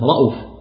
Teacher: قرأ أبو عمرو وحمزة والكسائي وشعبة لفظ رؤوف حيث وقع في القرآن الكريم بقصر الهمزة رؤوف بدون مد، والباقون بإثبات الواو.